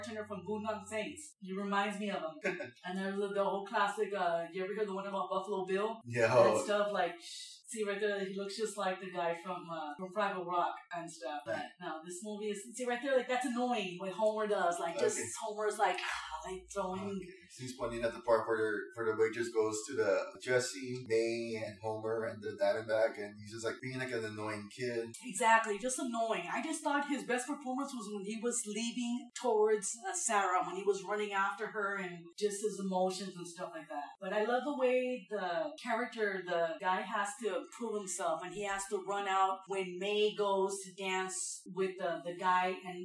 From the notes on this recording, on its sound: I was just starting and the audio is boucning around. The mics were cheap condenser and pick up everything.